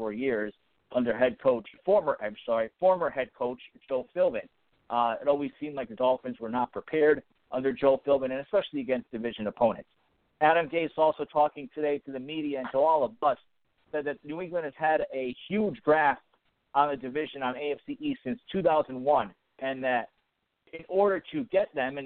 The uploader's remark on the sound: We'll also be taking live callers throughout the show and will be interacting with those on the Phinsider website.